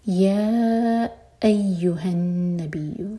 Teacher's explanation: یا مد منفصل، چار حرکہ لمبا، پھر ہم سب کٹ آف ساؤنڈ.